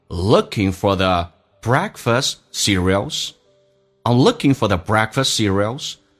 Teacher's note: for 不被强调，可以弱化成 F 加个儿化音，叫做 for。这句话就变成 looking for the breakfast cereals.